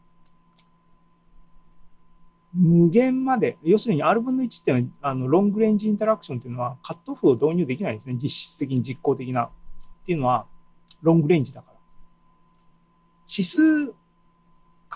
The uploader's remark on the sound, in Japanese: ２０２２年７月２７日に開催した ZOOMライブの模様です